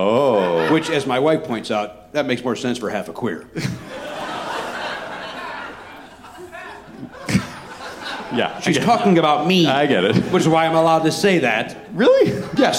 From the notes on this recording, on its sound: Recorded live at The Bell House in Brooklyn, New York.